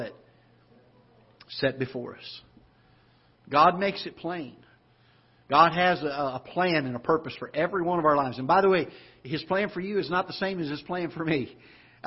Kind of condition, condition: setting, large echoing room